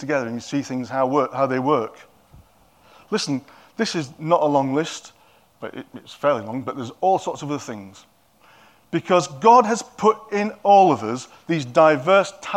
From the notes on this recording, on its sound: At King's Church, Cockermouth, as an audio file.